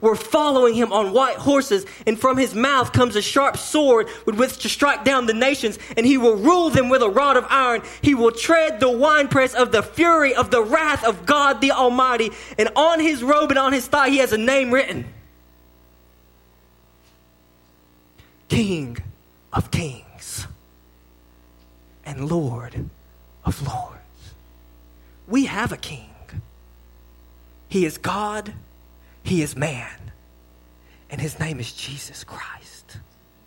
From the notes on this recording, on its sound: sermon delivered to Cottondale Baptist Church in Eastman, GA